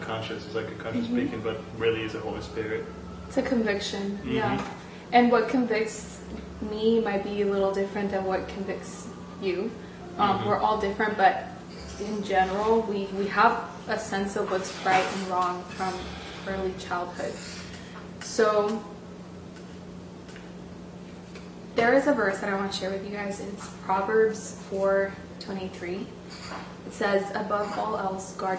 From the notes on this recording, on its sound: We apologize for the noise in the background. We accidentally deleted the audio file so we used the audio captured by the camera on this episode.